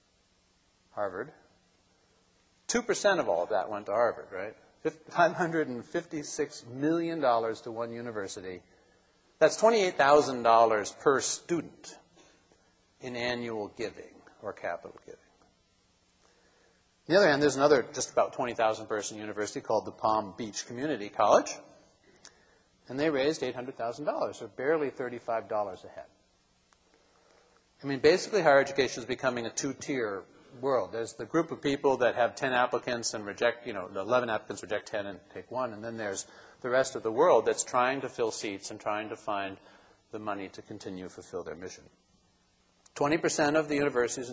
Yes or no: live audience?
yes